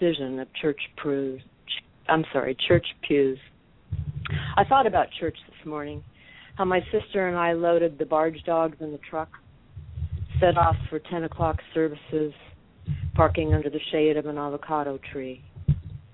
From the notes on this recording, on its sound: Thanks to our callers from Topnga Canyon, CA Westerville, OH, North East, TN, Huntington Beach, CA Ames Lake, WA, Birmingham, AL and Northidge, CA for sharing poetery this month!